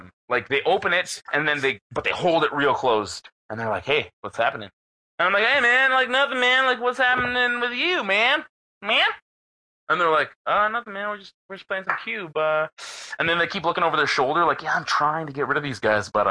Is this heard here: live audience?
no